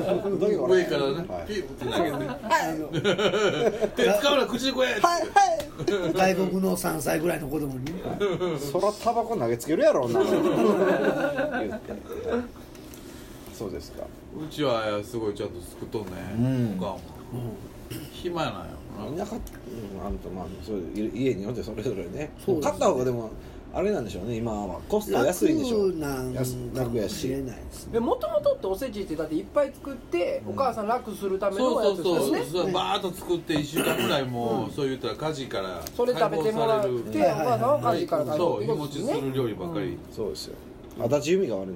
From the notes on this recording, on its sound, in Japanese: 神戸、SPACE DOG!RECORD(お店)より。